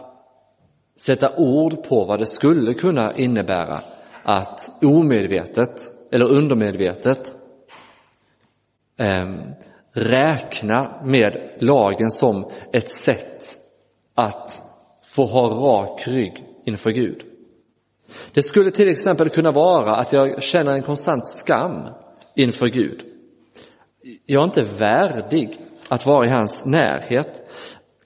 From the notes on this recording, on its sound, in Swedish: Inspelad i Roseniuskyrkan den 31 december 2023.